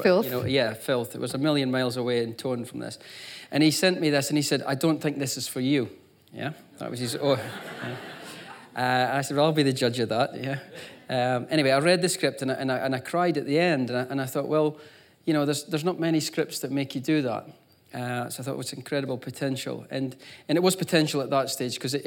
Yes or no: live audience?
yes